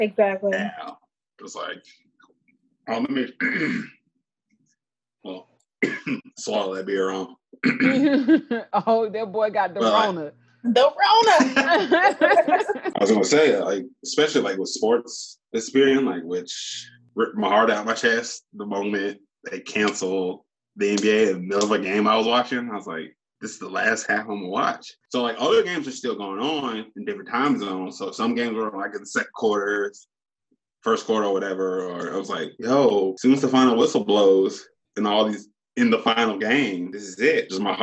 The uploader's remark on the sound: With the implementation of social distancing we've taken to video chatting to record our episodes.